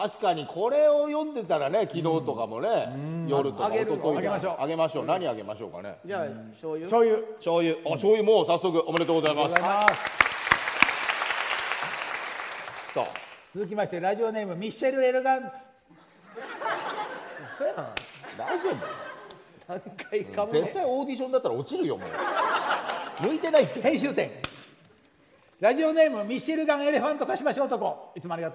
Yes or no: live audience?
yes